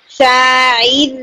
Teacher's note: بقول شاعر اس میں آپ کا را ہیوی تھا تو بالکل کسرہ بھی لائٹ کر کے اور را کو بھی لائٹ رکھیں گے · Term: ترقیق